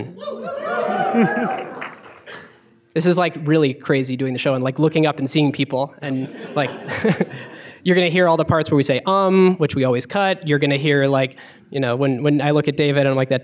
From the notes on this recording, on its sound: Coming to you live from the University of Washington. Are joined by hundreds of awesome Seattle listeners (and a few non-Seattle listeners!).